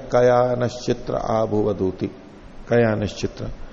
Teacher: लेकिन कया में या का आ है, ये दो मात्रा का है, तो गान जब करेंगे वहां तो एक मात्रा का रहेगा